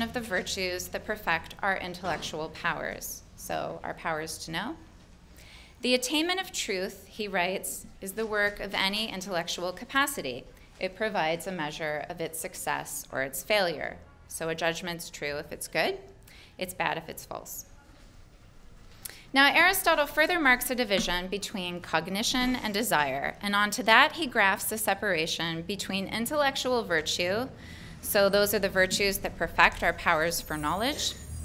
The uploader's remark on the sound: delivered this lecture on May 10, 2018 at the University of Chicago